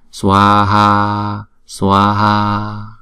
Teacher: Chữ A hai nhịp chúng ta đọc kéo dài hai nhịp ha.